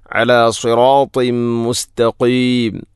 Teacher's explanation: അല സിറാത്തിം മുസ്തഖീം, അല സിറാത്തിൻ ശേഷം തൻവീനു ശേഷം മീം വന്നാൽ ഇദ്ഗാം കാമിൽ, തൻവീനിനെ മീമിലേക്ക് ഇദ്ഗാം ചെയ്യണം. അല സിറാത്തിം മുസ്തഖീം, മുസ്തഖീം എന്നതിലെ ഖാഫിൻ്റെ ഉച്ചാരണം പ്രത്യേകം ശ്രദ്ധിക്കണം.